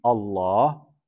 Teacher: And eventually the hamza was omitted, and the vowel of that hamza was transposed to the lam, causing this idgham, and then given this tafkhim for the sake of exaltation